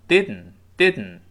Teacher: 鼻子里用气儿来爆破这个声音 · Term: 鼻子爆破